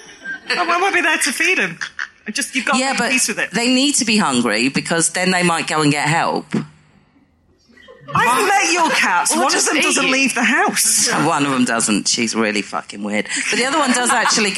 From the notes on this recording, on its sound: This episode was recorded in front of a live audience at The Stand Comedy Club, as part of the Edinburgh Fringe back in August.